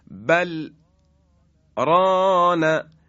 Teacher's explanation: در لام ساکن سکت ایجاد میشه